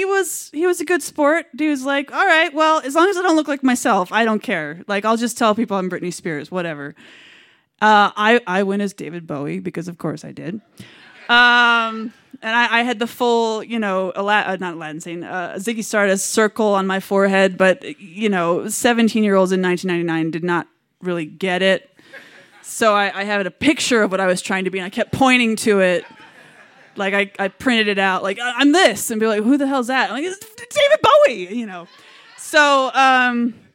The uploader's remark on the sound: Recorded live on 17 May 2017 at Buntport Theater in Denver, Colorado. The theme of the evening was "Fashion Victim."